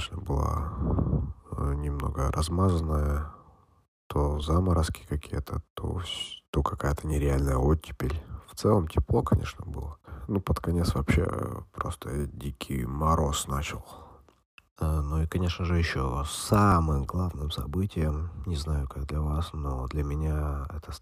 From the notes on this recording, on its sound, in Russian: Эпизод подкаста, записанный по пути следования по дорогам Москвы. Качество страдает, но условия не позволяли сделать чище звук, записанный на улице.